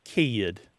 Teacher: they take a single vowel phoneme and they make it into two. They turn it into a diphthong. So a word like kid, K-I-D, might come out like kid, something like that. · Term: vowel glide